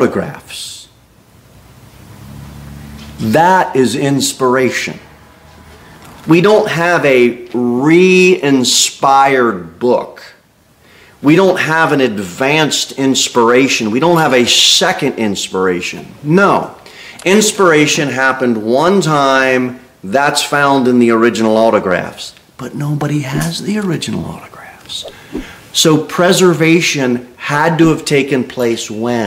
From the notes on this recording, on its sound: Sermon delivered at Pilgrim Baptist Church on Sunday, February 11, 2024, at 2-15 pm.